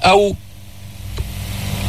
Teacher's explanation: قول أف أو إف ببين مخرج الفاء، والميم من الشفتين بإطباق الشفتين، الواو من الشفتين بس بدون إطباق